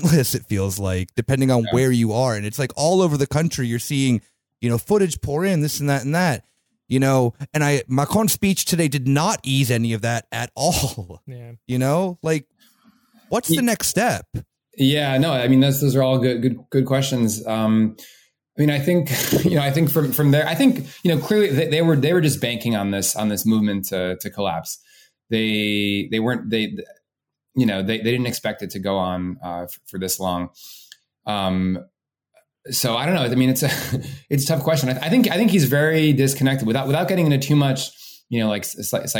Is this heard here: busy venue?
no